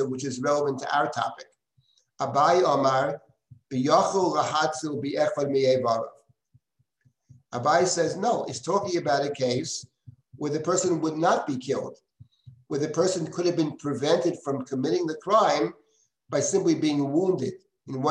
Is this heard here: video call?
yes